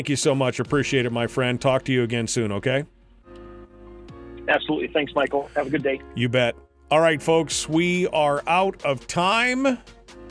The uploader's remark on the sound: in hour two we'll open the phones for a bit